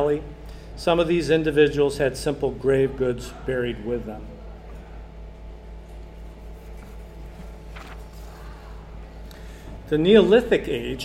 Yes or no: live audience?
yes